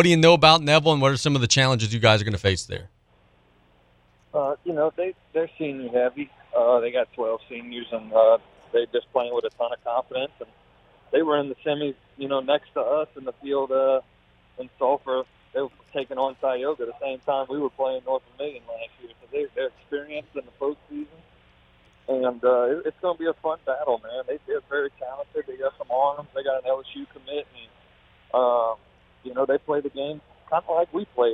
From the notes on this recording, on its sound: We are joined on the phone lines by South Terrebonne baseball coach.